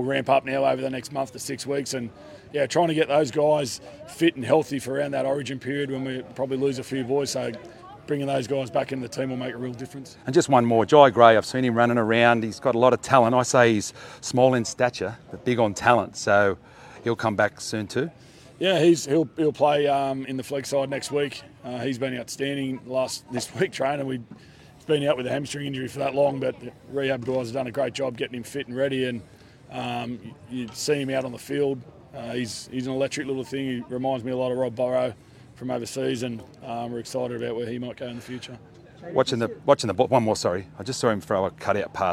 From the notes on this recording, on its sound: This mornings interviews live from the Rabbitohs Centre, Maroubra.